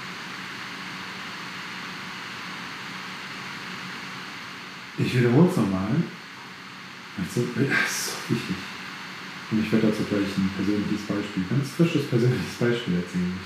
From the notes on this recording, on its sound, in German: Nochmals sorry für die Tonqualität heute.